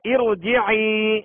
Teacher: را ساکن سے پہلے زیر عارضی ہے لہذا را کو پور پڑھیں گے یعنی موٹا کر کے پڑھیں گے